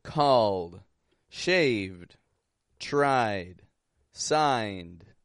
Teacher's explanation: Voiced endings are getting a sound like a D.